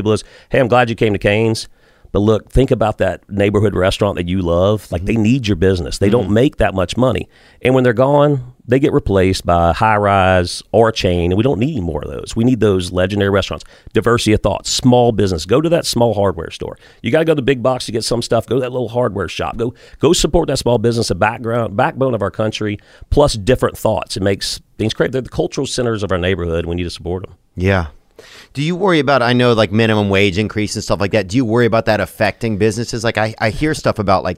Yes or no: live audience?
no